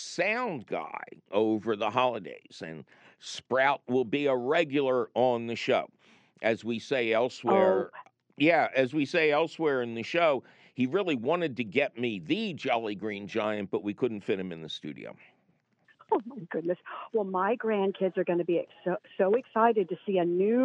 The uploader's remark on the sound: your pod bound phone calls